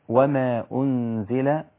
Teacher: لازم أبين الصفير بتاع الزاي الخاص بها